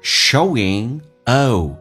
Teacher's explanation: 稍微饱满，先发 a 再发 u